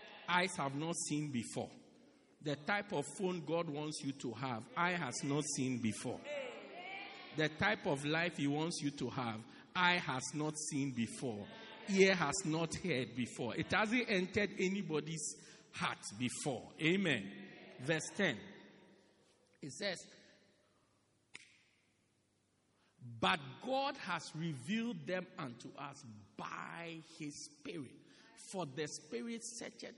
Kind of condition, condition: setting, large echoing room